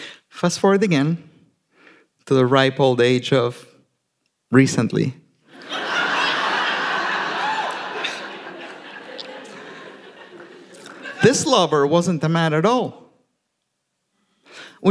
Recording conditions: live audience